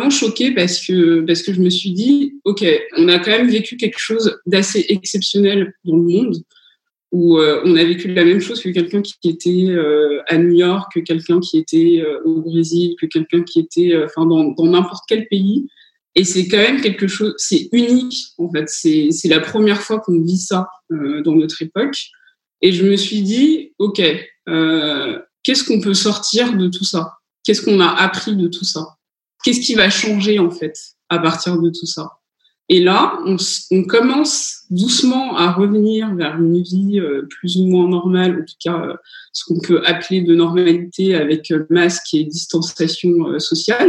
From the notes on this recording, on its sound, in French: sur Zoom pour un enregistrement en public le 9 juin 2020